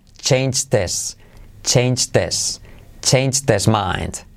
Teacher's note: Fijaos cómo salto la H de his en la transcripción. Hago la I como E.